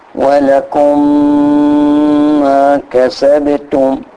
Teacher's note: اطول الميم، طول غنة الميم · Term: ادغام